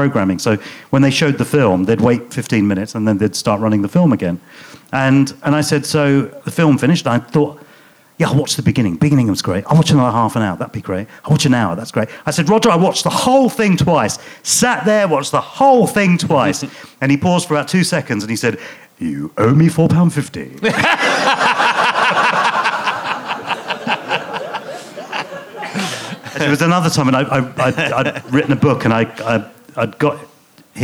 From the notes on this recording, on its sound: Leicester Square Theatre Podcast. Chats with the audience.